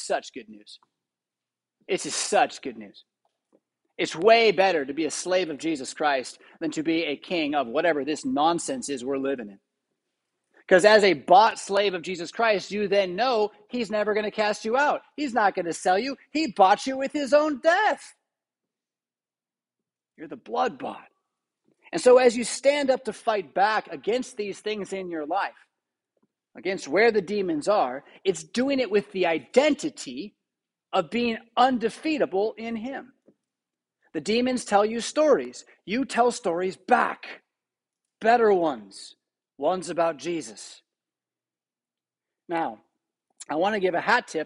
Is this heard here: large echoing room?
yes